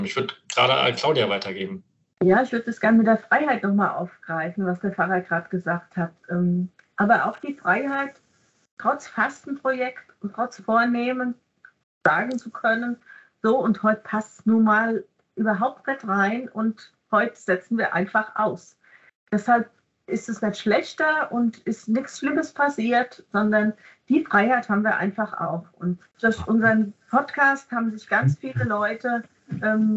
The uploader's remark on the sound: Live Online Meeting